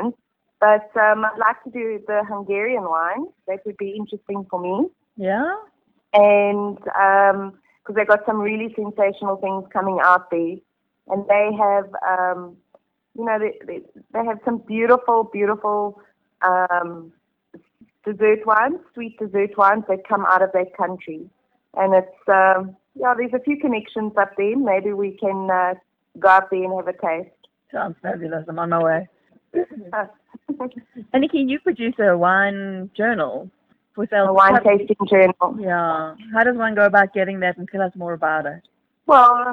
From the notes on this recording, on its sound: She caught up with her on the telephone.